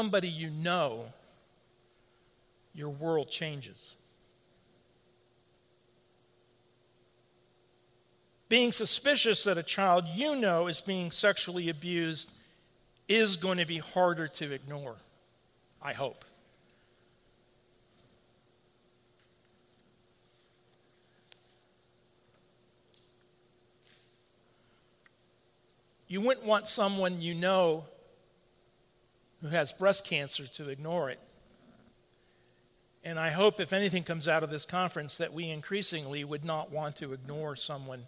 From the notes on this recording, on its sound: At the 2016 Shepherd’s Conference. The conference was sponsored by Warhorn (at the time Clearnote) Media, and held at Trinity Reformed Church in Bloomington, Indiana.